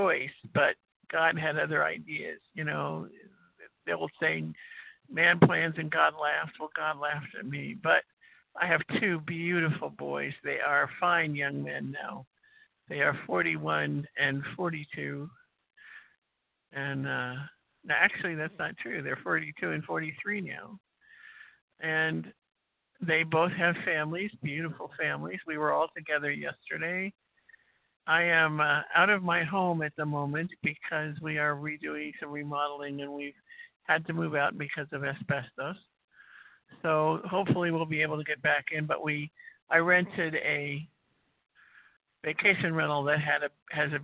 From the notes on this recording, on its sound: qualification from the 100 Pounders Phone Meeting